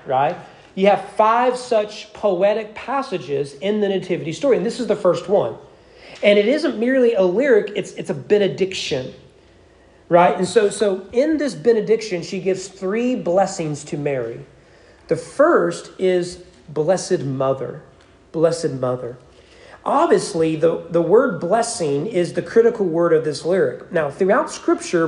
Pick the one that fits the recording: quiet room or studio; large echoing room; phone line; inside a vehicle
large echoing room